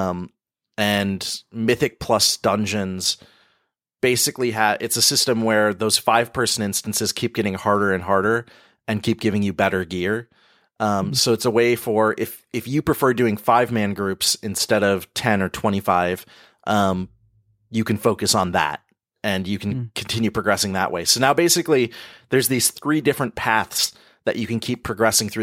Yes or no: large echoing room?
no